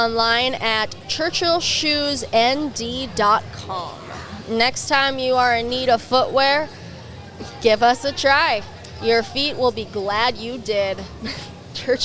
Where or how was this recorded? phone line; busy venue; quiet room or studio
busy venue